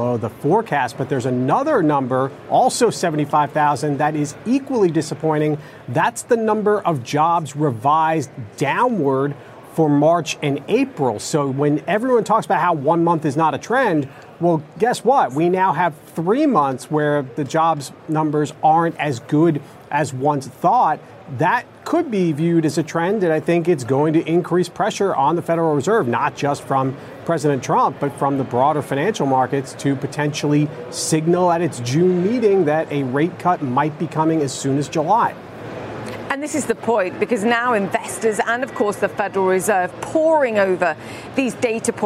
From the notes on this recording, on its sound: live from the New York Stock Exchange